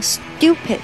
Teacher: stupid 中间的那个 t 要把它浊化，变成短的读音